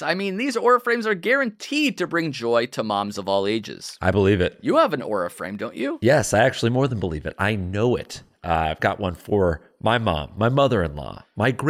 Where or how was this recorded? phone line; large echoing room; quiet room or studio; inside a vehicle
quiet room or studio